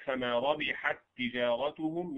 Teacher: ينطق بالتاءين تاء واحده مشدده